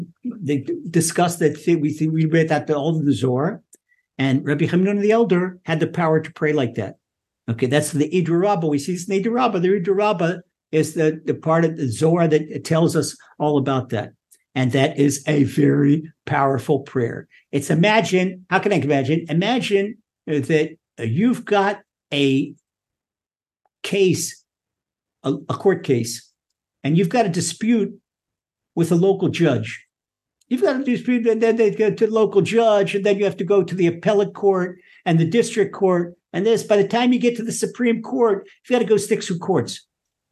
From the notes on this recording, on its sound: Recorded via TORCHzoom